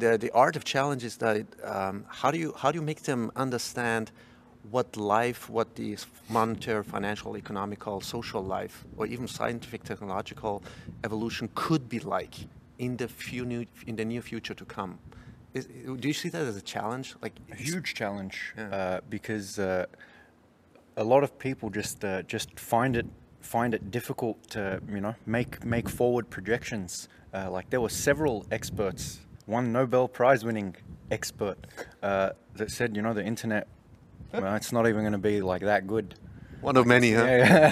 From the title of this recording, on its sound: Interviews at Baltic Honeybadger Conference in Riga 2019